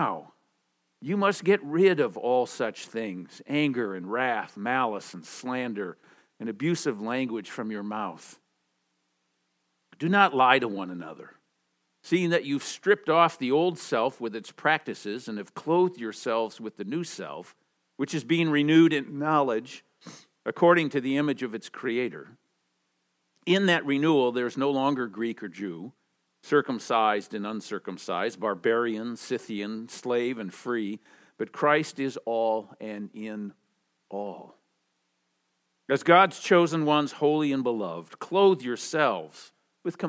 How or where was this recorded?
large echoing room